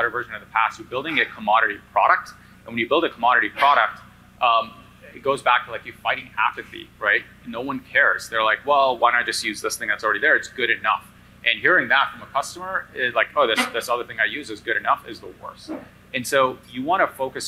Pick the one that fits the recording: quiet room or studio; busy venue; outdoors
busy venue